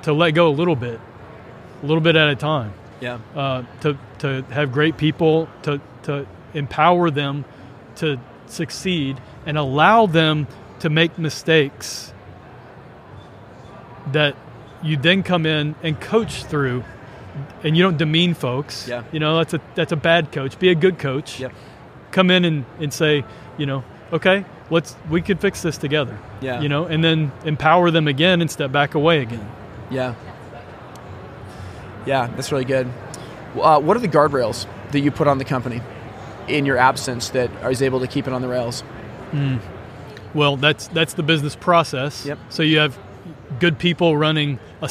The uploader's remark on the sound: Live from 2024 HPBExpo. Live from the 2024 HPBExpo in Nashville, TN.